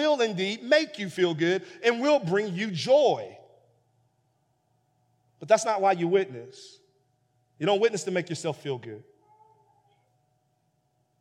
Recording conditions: large echoing room